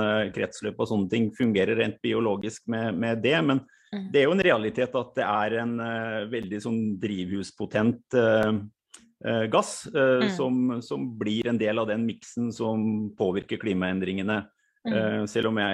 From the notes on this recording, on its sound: Live Zoom. I denne live-sendingen.